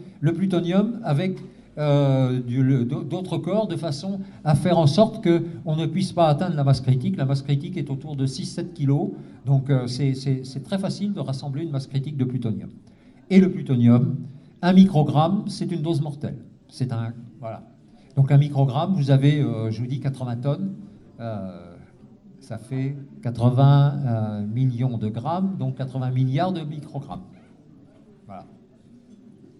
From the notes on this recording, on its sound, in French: Soirée à la salle municipale de La Flèche : un morceau de la conférence sur le nucléaire.